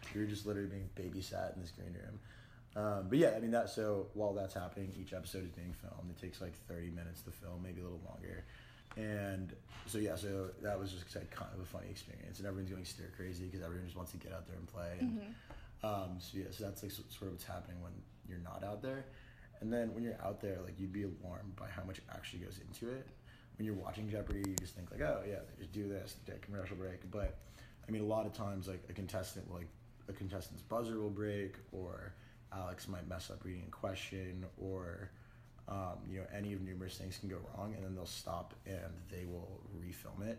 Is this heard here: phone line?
no